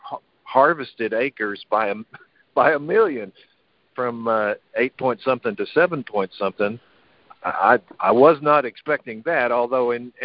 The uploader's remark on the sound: January 2024 Monthly Cotton Conference Call.